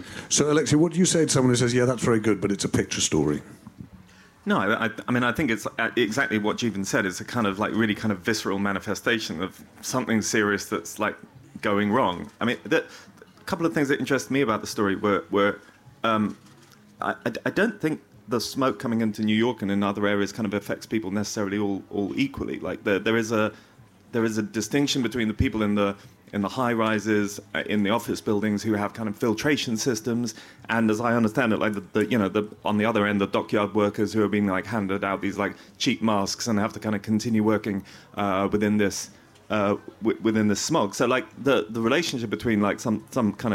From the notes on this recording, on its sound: In this episode, recorded at Kite Festival on Sunday 11th June. Is joined on stage by Tortoise editors.